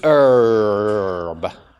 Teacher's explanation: So the vowel has changed its quality. In an American variety, you wouldn't pronounce the H, but you would pronounce the R. So it's herb, with that R in there.